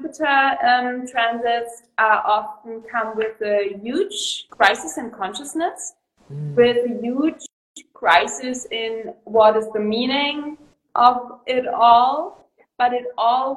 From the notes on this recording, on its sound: This is a conversation I recorded on Instagram Live